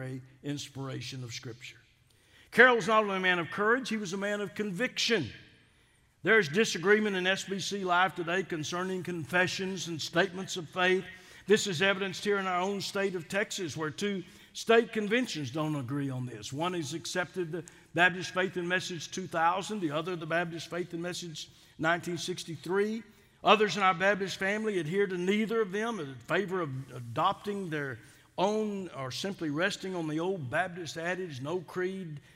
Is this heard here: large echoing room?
yes